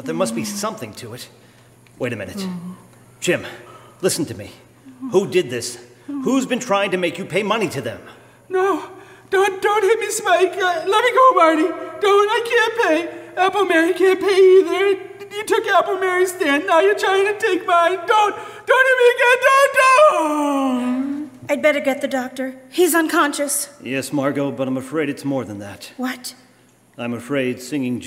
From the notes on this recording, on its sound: This Radio Drama was performed & recorded LIVE on Febuary 23, 2019 at First Church in Sterling - Sterling, MA. Produced by Sterling Community Theatre.